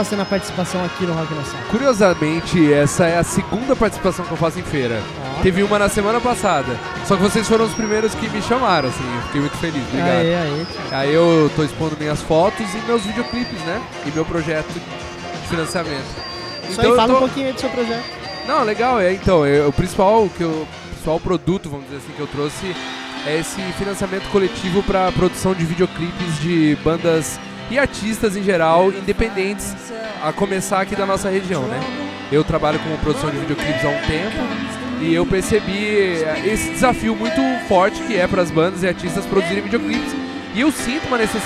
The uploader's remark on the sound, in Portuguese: Episódio gravado ao vivo no evento de comemoração de 2 anos do Rock n'a Sala.